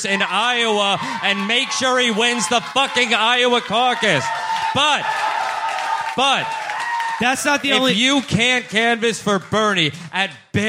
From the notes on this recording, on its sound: Our live show from Vaudeville Mews in Des Moines, Iowa.